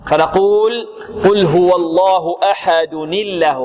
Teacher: إذن عندما نبتدئ بلفظ الجلالة نبتدئ بهمزة مفتوحة فنغلظ اللام لأن قبلها فتح، وإذا وصلنا ما قبلها بها التنوين هو نون ساكنة واللام الأولى ساكنة فالتقى ساكنان فكسرنا الأول فصار ما قبل اللام مكسورا فرققت لأجل ذلك اللام · Term: ترقق